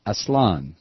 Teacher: Take the A sound from casa and use it twice for the two A's. It's Aslan, with the stress on the final syllable, noted by the accent mark.